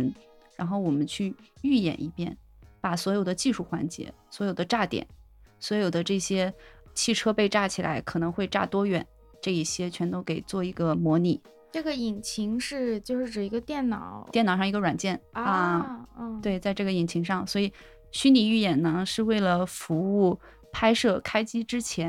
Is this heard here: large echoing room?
no